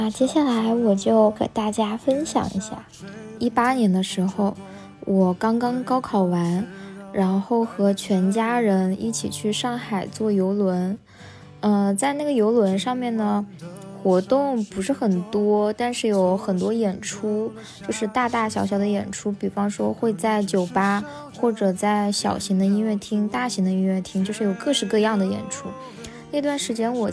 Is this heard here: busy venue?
no